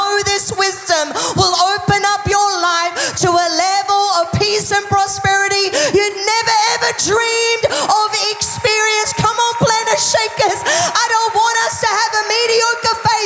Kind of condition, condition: setting, large echoing room